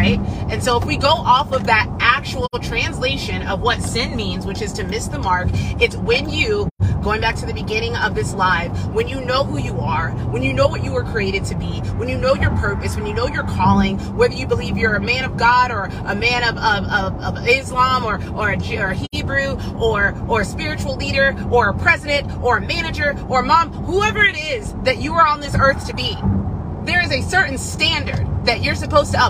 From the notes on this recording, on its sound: An episode that is uploaded directly from my phone from a voice memo or a live.